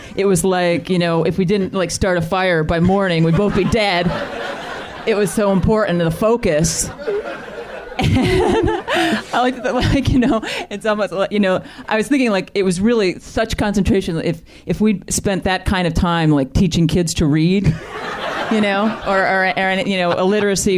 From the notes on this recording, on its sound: You have the makings of a classic live WTF. Taped 5/21/10 at UCB LA.